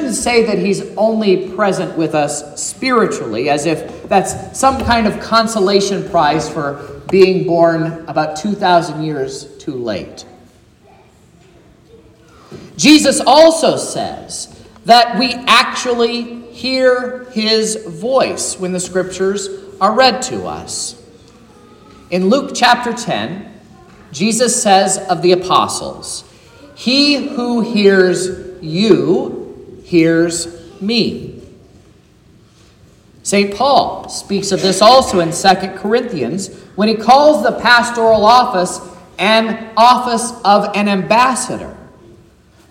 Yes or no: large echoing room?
yes